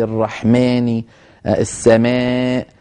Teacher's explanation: اللهجة العامية تغلب عليك في نطق الأليفات، فيها شيء من الإمالة